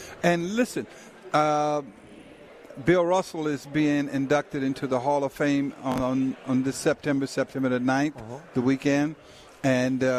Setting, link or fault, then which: setting, busy venue